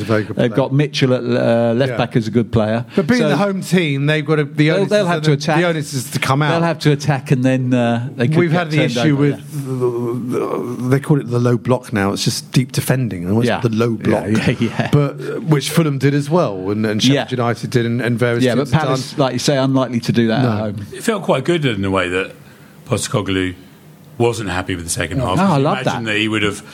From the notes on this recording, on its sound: In a live audience recording